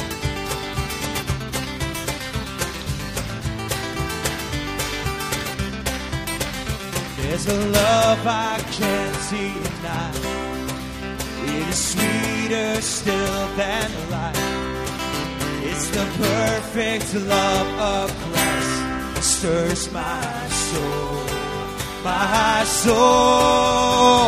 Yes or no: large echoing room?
yes